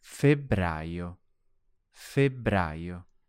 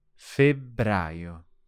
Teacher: there's a double letter, double B this time. So again, it should be long.